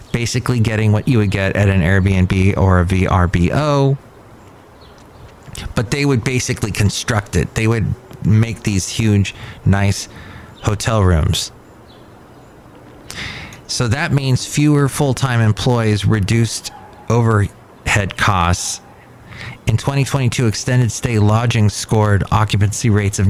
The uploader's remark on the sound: podcasts live from Cafe Anyway